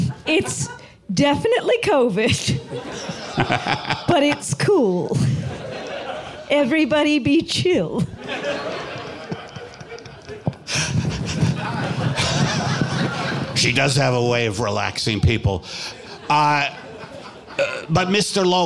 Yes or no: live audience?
yes